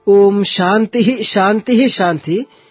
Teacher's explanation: when we chant them separately, Om Shanti, Shanti, Shanti, none of these syllables carry any intonation. But only when we chant them together, then only you can see most of the cases, most of the mantras end with Shanti coming downward, lower pitch, anudatta, Shanti, Shanti, Shanti, and third one not coming down.